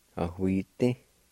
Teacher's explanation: Sometimes if you say it kind of fast, you don't even hardly hear the D sound.